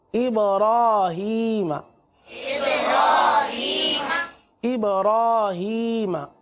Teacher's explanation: را پر کھڑا زبر ہو تو را کو پر پڑھتے ہیں. اس کی مثال دیکھیے، ابراہیم ابراہیم ابراہیم، آپ دیکھ سکتے ہیں را پر کھڑا زبر ہے تو یہ ہمارا تیسرا قاعدہ ہو گیا.